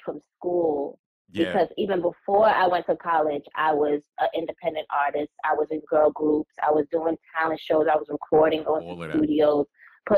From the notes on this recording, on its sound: called into the show